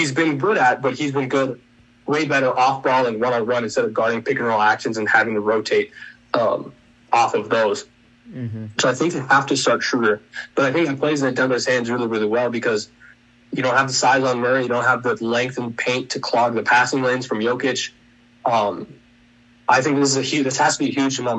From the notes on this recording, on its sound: Unfortunately we had limited recording time on Zoom.